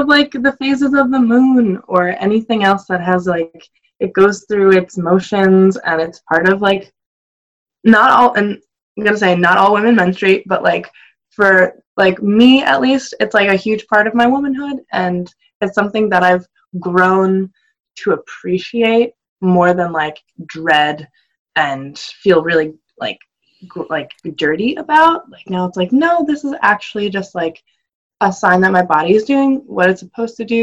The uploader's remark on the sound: Bare with my zoom audio.